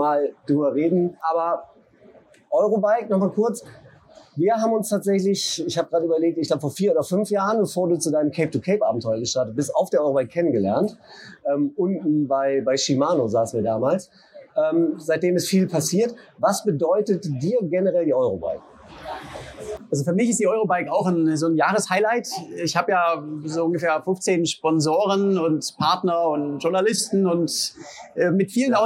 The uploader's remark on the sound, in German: haben wir live auf der Eurobike in Frankfurt mit ihm gesprochen